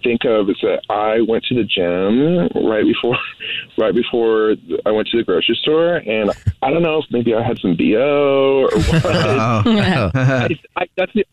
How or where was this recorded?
phone line